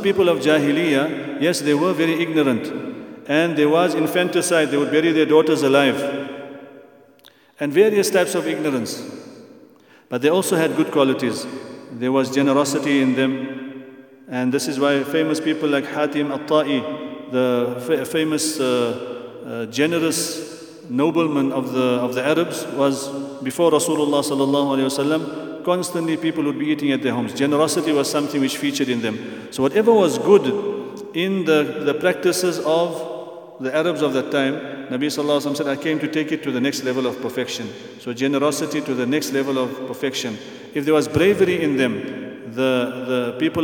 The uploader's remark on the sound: at the Houghton Masjid (West Street)